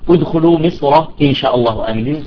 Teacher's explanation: الراء في حالة الوصل مفخمة قولا واحدا، ادخلوا مصر ان شاء الله امنين، قولا واحدا مفخمة في حالة الوصل، ولكن نتكلم عن القطع.